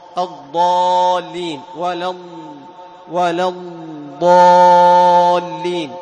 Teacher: مطبق فيه صفة الإطباق، وهو حصر الصوت بين اللسان والحنك في مسافة ضيقة